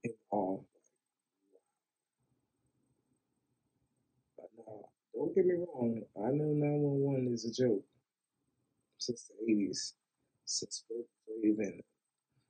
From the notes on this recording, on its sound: I put a band aid on the audio wrenched it off and threw it on the table. My new microphone sucks, I do apologize.